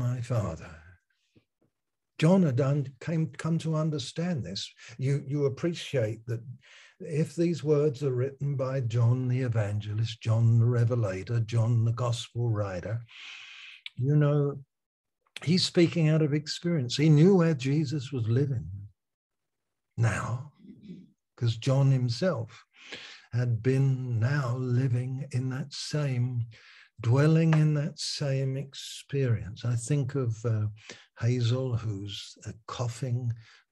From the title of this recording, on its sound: Malaysia Meets (Zoom)